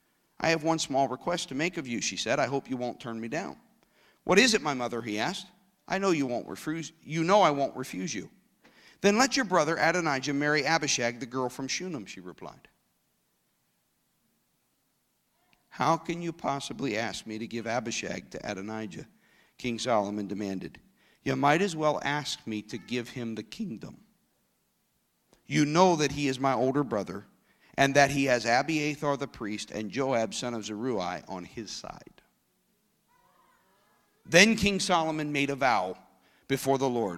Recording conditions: large echoing room